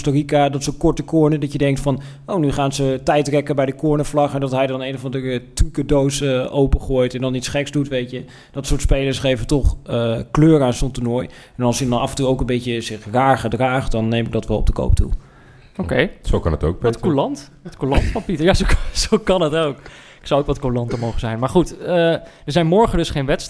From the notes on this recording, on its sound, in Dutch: In de zaal zitten duizenden mensen